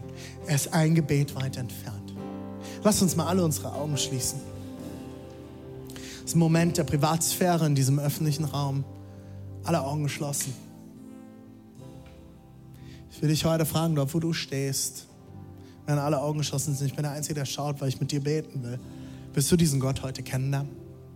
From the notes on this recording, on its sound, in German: Zeal Church Leipzig. Audiomitschnitt der Predigt.